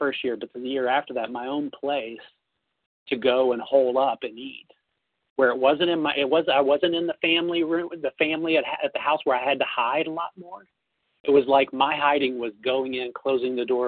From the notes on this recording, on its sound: Phone Meeting on 11/3/20. 100 Pounders Phone Meeting.